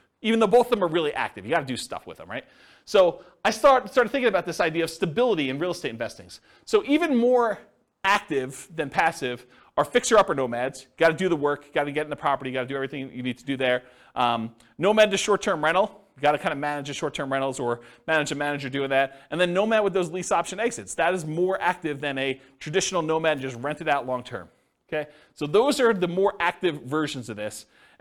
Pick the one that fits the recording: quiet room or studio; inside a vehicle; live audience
live audience